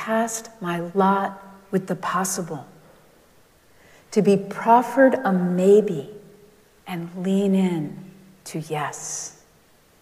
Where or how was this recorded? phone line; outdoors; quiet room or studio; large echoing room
large echoing room